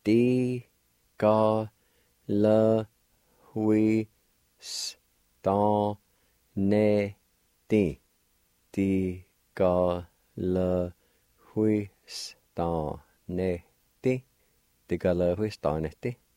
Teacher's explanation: between the LV and WI, there's kind of a faint H sound that goes right in front of the W